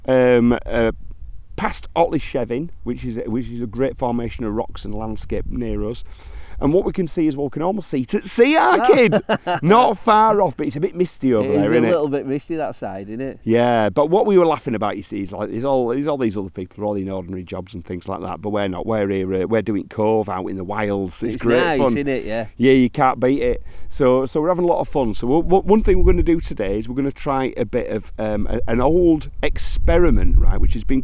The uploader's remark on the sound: on location on Ilkley Moor, Yorkshire